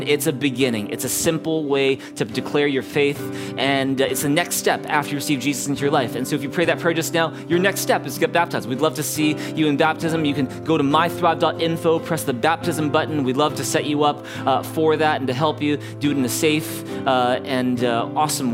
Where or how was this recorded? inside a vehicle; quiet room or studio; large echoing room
large echoing room